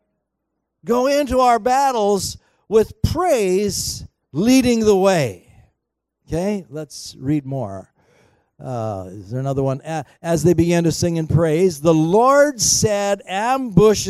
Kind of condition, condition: setting, large echoing room